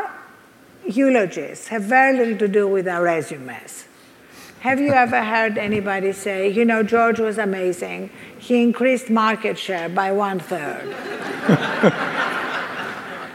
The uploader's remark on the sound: Fireside chat. At the Upgrade Labs 6th Annual Biohacking Conference.